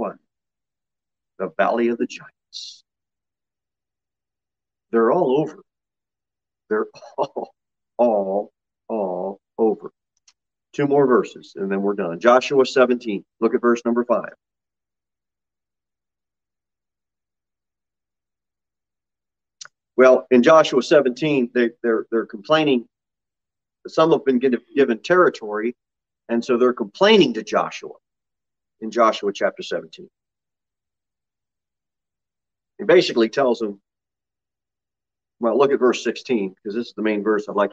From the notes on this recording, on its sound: Sermon delivered at Pilgrim Baptist Church on Thursday, July 28, 2022 at 6:15 pm.